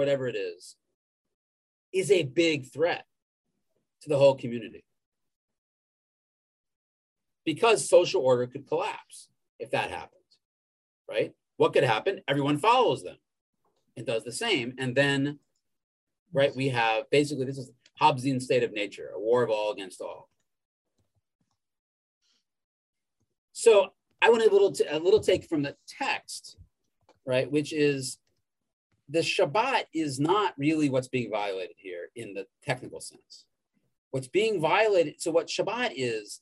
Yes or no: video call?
yes